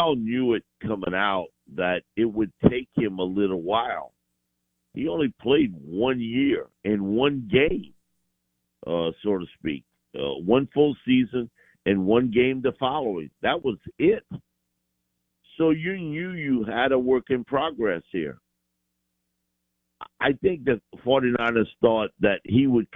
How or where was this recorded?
phone line